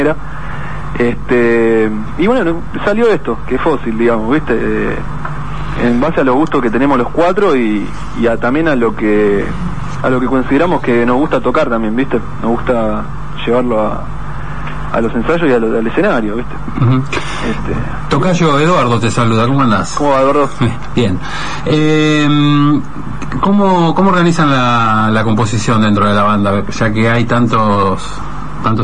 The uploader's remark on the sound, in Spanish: entrevista telefónica